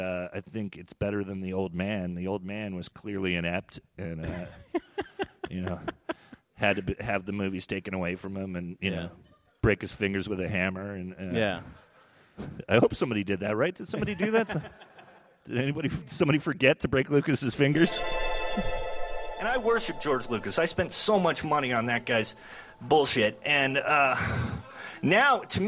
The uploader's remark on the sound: In this live episode recorded at the Witching Hour Festival in Iowa City.